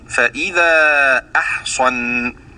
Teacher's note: قرأ شعبة والأصحاب بفتح الهمزة والصاد